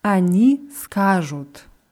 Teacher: die Betonung ist immer auf der ersten Silbe, auf dem A